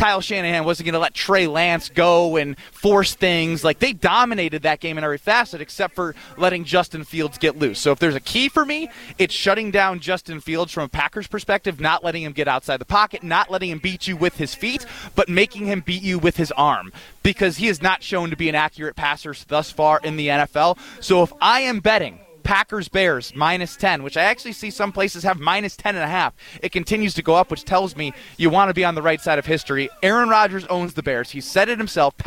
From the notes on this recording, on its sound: Live from the Putts for Pups Golf Outing at Blackhawk country club.